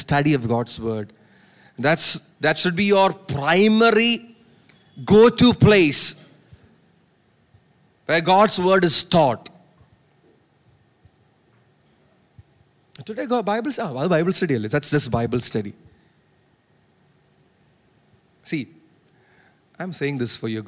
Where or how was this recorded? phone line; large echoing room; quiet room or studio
large echoing room